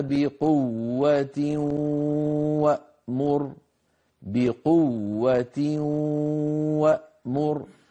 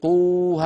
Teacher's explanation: فخذها بقوة وأمر، بقوة وأمر، ولا نقول بقوة وأمر، بقوة قوة هكذا ممطوطة لا يصح، إما تشديد وإما حرف مد، فهنا تشديد، إذن ليس هناك مد، فلا يصح مط الواو الأولى من الواو المشددة، بل نأتي بها مشددة · Shown in: first take · Term: بيان المشدد